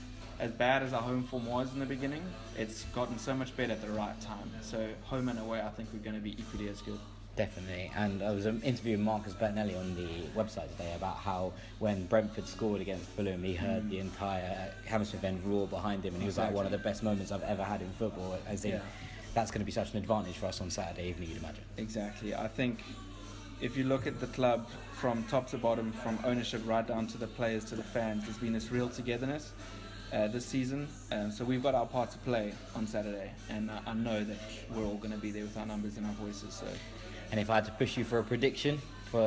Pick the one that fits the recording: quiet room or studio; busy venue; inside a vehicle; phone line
busy venue